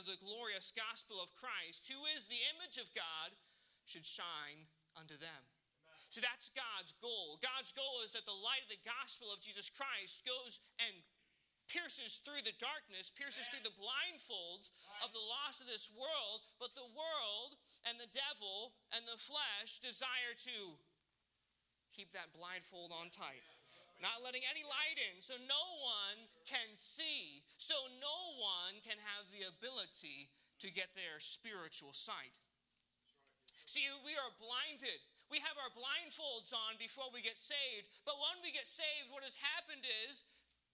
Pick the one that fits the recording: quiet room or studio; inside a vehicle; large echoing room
large echoing room